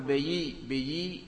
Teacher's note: كأنك يعني الألف نحوت بها، نحو الياء · Term: الإمالة الكبرى